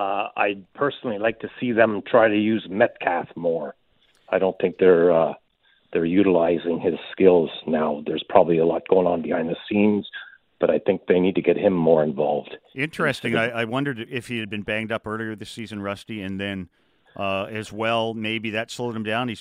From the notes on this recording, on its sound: Opens the phone boards, hear from Canucks fans.